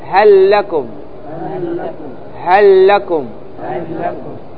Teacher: إذا جاءت لام هل الحرف تضغمها في اللام بعدها · Term: إدغام لام هل